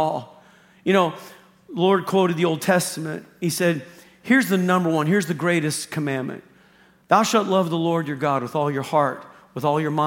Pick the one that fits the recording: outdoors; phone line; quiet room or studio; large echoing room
large echoing room